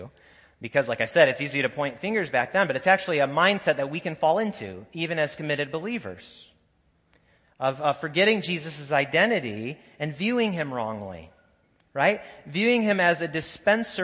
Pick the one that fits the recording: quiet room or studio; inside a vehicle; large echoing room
large echoing room